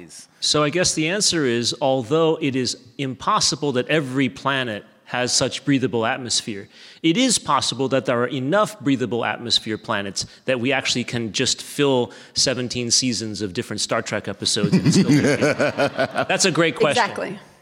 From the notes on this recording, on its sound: StarTalk All-Stars recorded at the Star Trek Mission: New York 50th Anniversary.